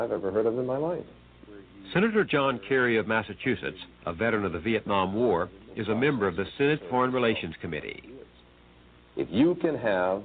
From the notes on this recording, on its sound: Live and Call-In